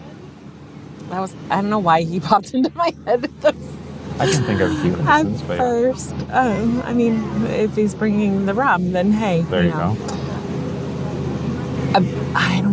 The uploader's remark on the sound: Live from Disneyland Park. At Cafe Orleans.